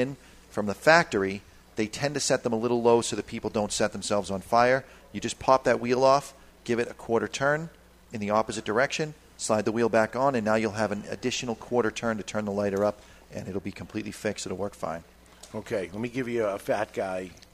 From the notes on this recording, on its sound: live from Two Guys Smoke Shop in Salem, NH